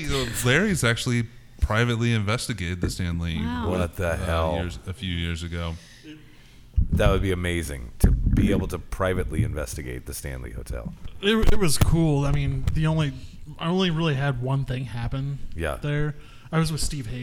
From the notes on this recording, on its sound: The gang got together and recorded this episode live from Big Rip Brewing Company in KC.